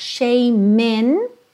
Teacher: Aqui tanto você pode juntar shame in, juntando direto no M, or shame in, tá?